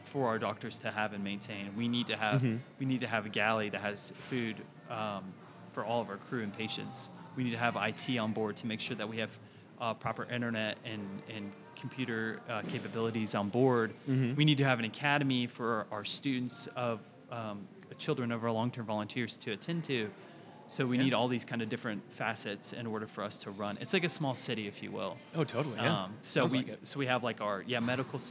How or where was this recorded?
busy venue